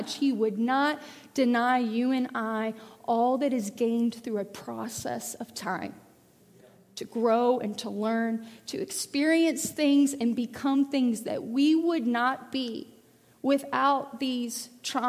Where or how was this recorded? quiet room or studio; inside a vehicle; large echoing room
large echoing room